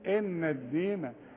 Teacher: ليه الحروف مرققة كلها ما فيهاش حرف عامل لي فيها فتوة زي القاف زي الصاد زي الطاء